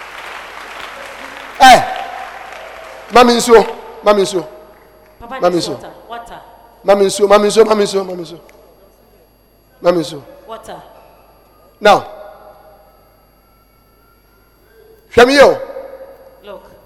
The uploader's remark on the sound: Preached at Anagkazo Assemblies Cathedral.